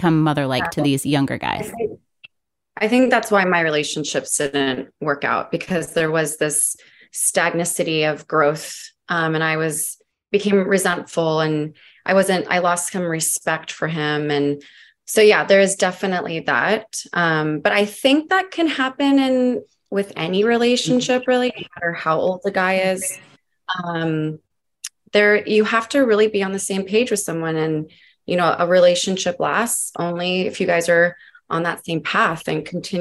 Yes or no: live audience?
no